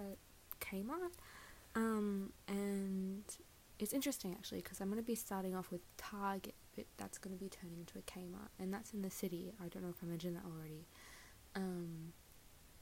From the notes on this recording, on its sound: The audio is quite soft, but I hope to fix this in future and properly edit podcasts as I continue producing them.